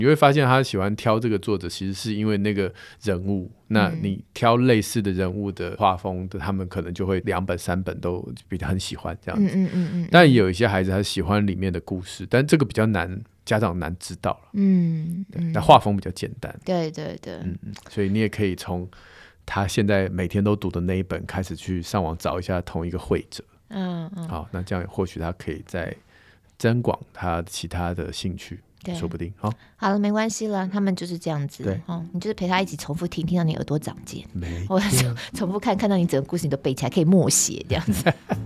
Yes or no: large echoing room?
no